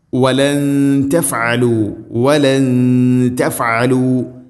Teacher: സാക്കിന നൂനു ശേഷം ത ഇഖ്ഫാ ബിഗുന്ന, അവ്യക്തമാക്കി മണിക്കണം. ഇവിടെ തഫ്അലു, വലൻ തഫ്അലു രണ്ട് ആയിനും ശ്രദ്ധിക്കണം.